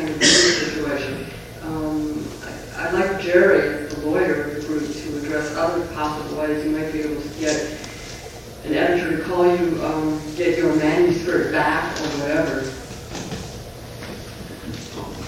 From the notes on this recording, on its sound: Organized by PEN's Author's Right to Information Committee. The floor is then opened to the audience for any comments or questions.